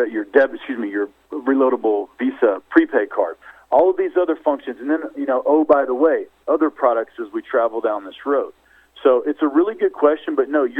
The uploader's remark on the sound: Surge Holdings Inc. Conference Call